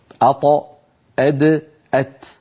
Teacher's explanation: والطاء والدال وتاء منه أي من طرف اللسان ومن عليا الثنايا يعني من اللحم الذي أعلى من الأسنان العليا، أط أد أت، فهذه الثلاثة الأحرف من مخرج واحد.